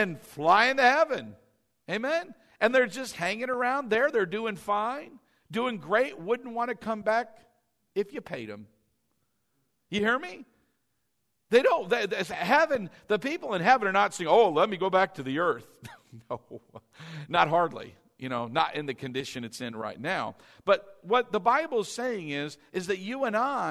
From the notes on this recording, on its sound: Delivered during our Easter 2019 Sunday morning service.